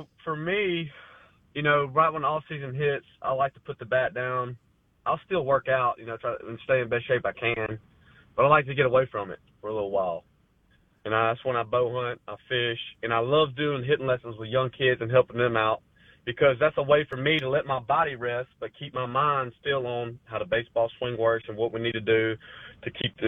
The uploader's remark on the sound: Joins the show on the Farm Bureau guest line talking about baseball and beyond live in the BankPlus Studio.